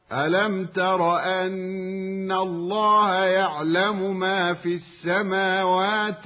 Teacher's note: التاء مستفلة وهي مجاورة للراء المفتوحة المفخمة